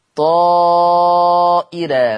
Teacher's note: لما يحط همزة طائرة فبقى همزة وقبلها ألف فتصير مد متصل، طاء متصل إيراء، لأن الهمزة مكسورة وبعدها راء مفتوحة فخلي بالكم من ترقيق الراء، إيراء طائرة في الآية 49 في آل عمران والآية 110 في سورة المائدة.